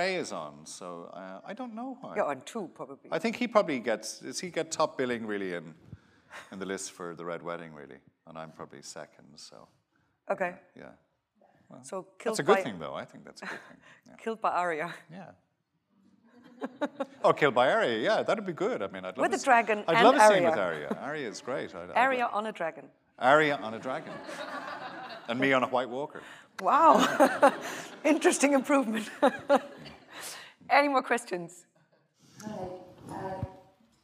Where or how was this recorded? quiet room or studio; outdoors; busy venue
busy venue